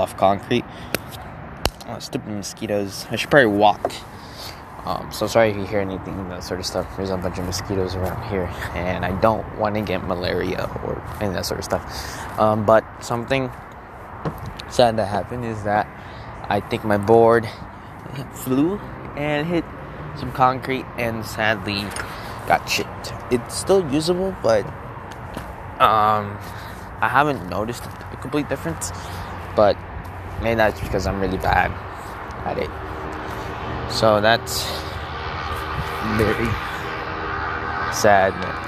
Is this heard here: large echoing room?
no